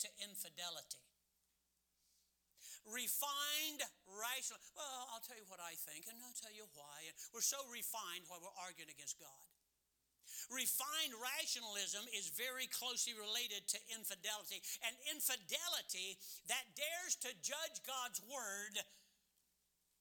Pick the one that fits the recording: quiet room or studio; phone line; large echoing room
large echoing room